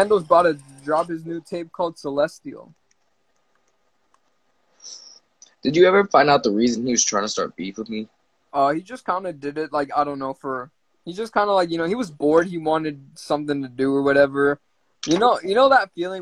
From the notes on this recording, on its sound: went on Instagram Live